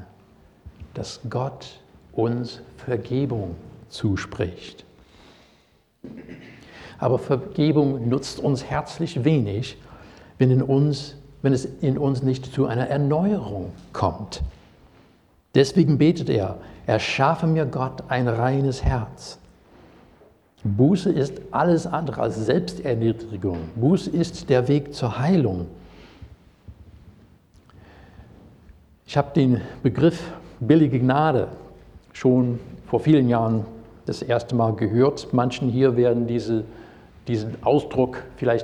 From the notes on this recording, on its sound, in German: Predigt aus dem Gottesdienst